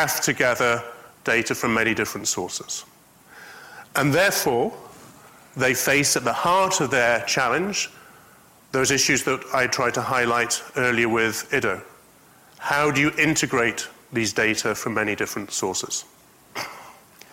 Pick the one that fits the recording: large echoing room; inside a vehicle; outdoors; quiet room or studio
large echoing room